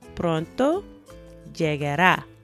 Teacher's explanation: So that llegar uh, is followed by uh, the a sound at the end, and that's where the emphasis is.